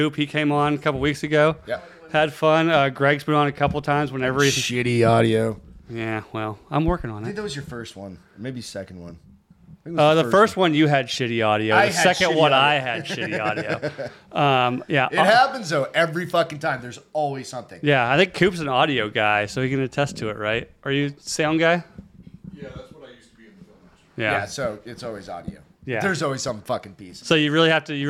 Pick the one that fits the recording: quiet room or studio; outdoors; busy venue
busy venue